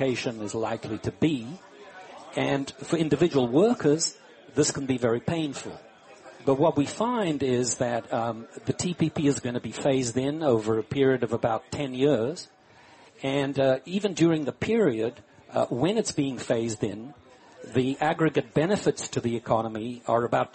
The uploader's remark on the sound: Live from Smith & Wollensky in Boston.